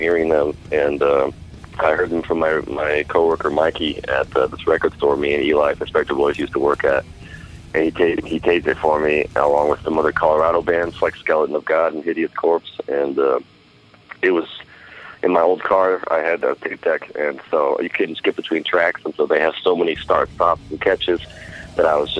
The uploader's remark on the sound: we hop on the phone